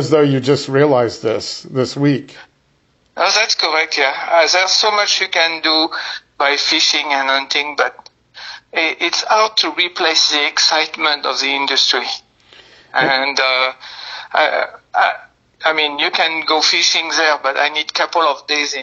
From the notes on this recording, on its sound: This first part was conducted via phone.